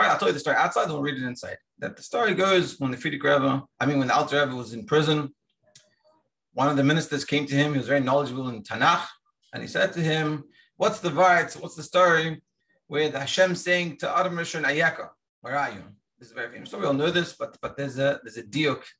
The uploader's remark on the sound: Daily Zoom Shiur.